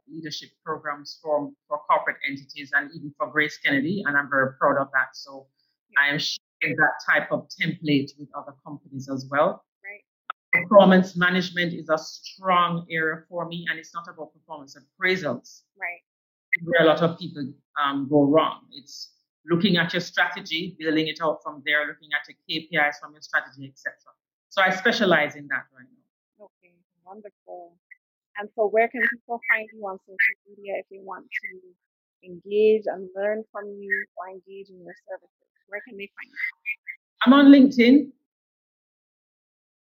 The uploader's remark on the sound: I apologise for this episode's sound quality.